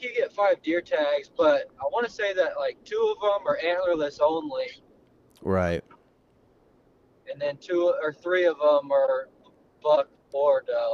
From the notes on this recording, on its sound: Is driving home from a memorable deer hunt.